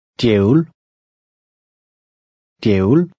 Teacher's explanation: the DJ combination sounds like DY.